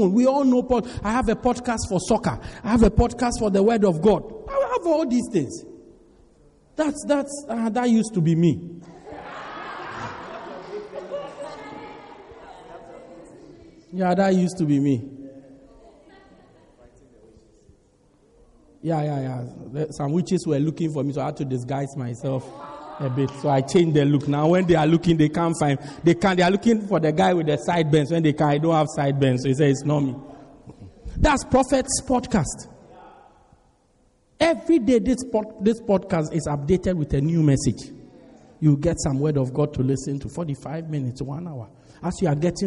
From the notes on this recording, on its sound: Preached At Strong Christian Church-Durban, South Africa